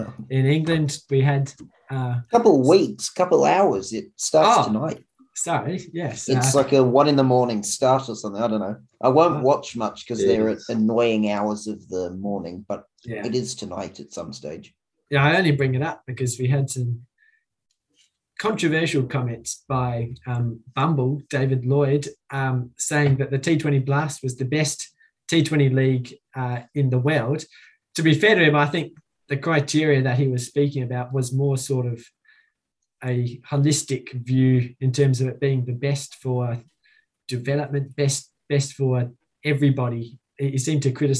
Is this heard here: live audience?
no